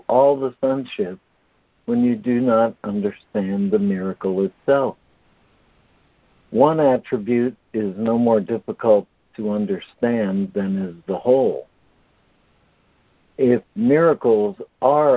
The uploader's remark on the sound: ACIM Daily Conference Call